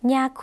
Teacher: ย่อยุ่งในภาษาลาวออกเสียงขึ้นจมูกนะคะ ย่อยุ่งบวกด้วยสระที่ใช้ค่ะง่ายๆค่ะคุณผู้ชมสระอาค่ะ